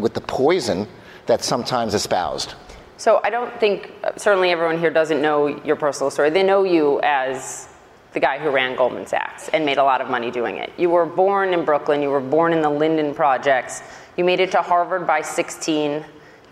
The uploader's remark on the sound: In a live interview at CITIZEN by CNN conference